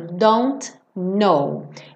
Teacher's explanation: Eu falo don't know, porque o T e o N são feitos no mesmo lugar.